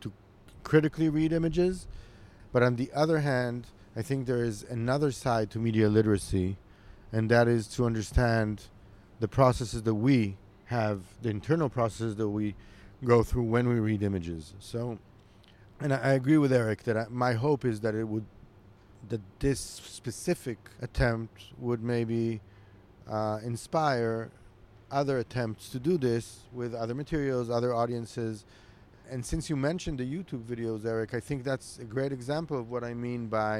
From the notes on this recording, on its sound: as you’ll hear, this is my first episode in a long time that I have recorded in the great outdoors, so enjoy the mild breeze.